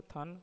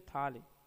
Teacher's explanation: ये हिंदी की महाप्राण अघोष स्पर्श दंत ध्वनि है